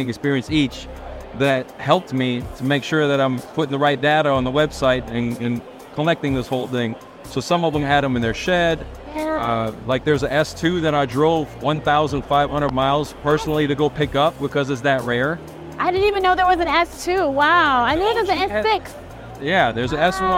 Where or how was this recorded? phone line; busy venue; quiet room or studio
busy venue